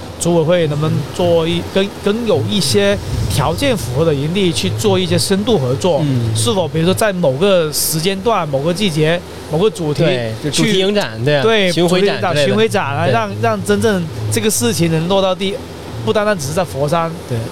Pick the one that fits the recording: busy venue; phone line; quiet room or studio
busy venue